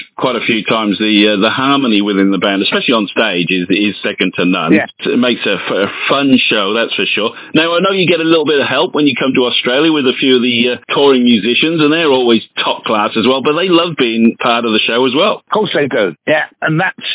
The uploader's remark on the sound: on the phone